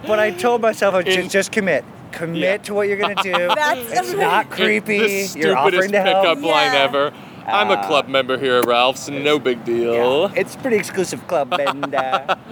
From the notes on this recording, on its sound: At Tacos Maniacos. At The Tacos Maniacos food truck.